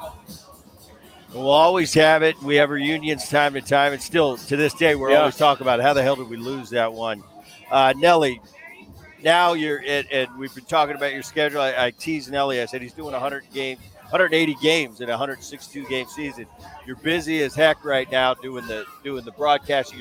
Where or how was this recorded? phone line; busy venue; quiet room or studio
busy venue